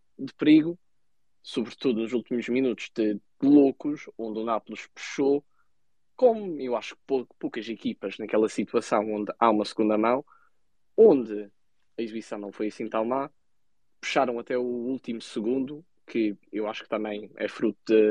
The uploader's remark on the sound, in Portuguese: Os Spaces 78 são conversas áudio no Twitter do projeto 78.